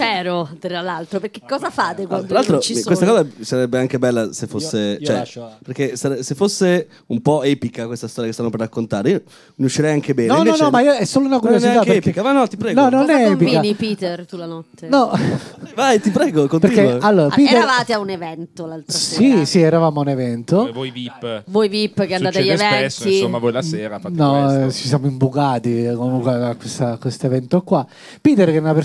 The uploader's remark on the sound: Live dal GhePensiMi di Milano.